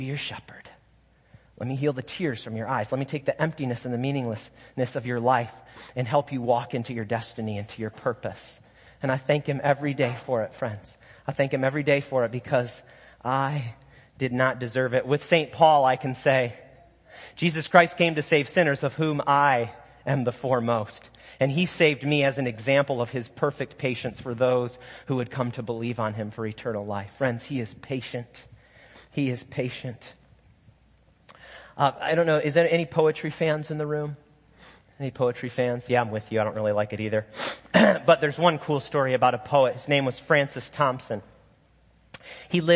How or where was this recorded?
large echoing room